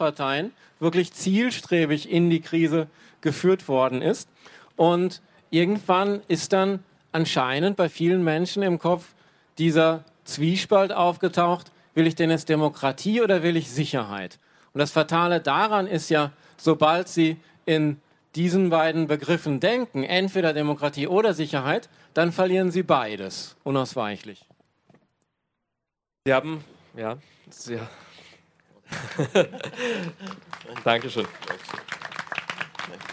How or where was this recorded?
live audience